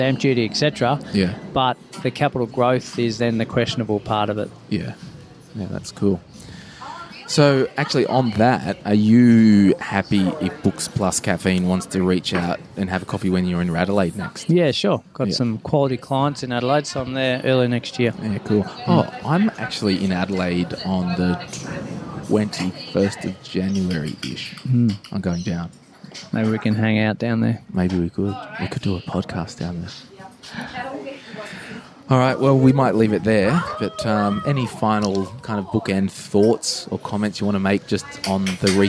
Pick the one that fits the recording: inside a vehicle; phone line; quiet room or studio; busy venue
busy venue